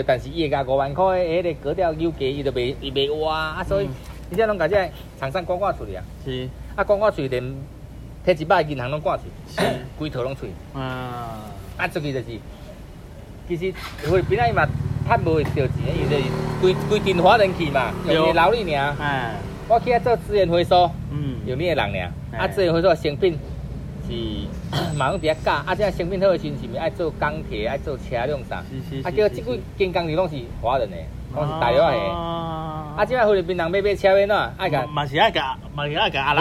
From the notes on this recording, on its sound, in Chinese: 聯結車外景。台灣馬路有多平，這集的音質就有多好。